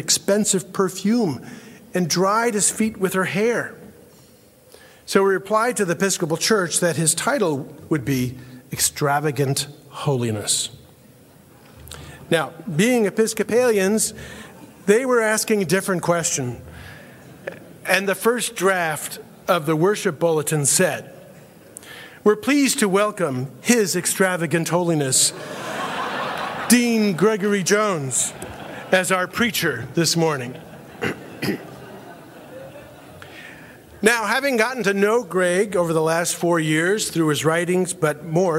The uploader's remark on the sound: In this episode, we bring you a plenary address. Featured at Acton University, 2022.